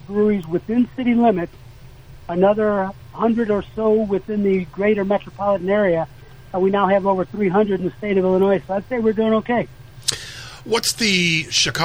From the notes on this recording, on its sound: on the phone from Chicago